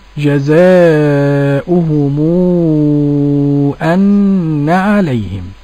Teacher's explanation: ورش قرأ بالمد ست حركات · Term: مد منفصل